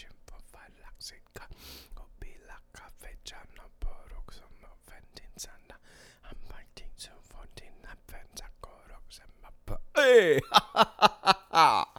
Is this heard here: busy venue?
no